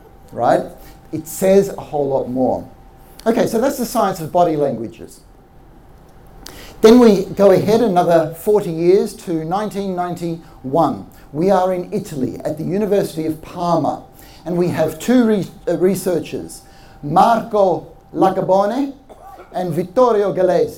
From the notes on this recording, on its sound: This episode is the recording of a live talk we did in 2019.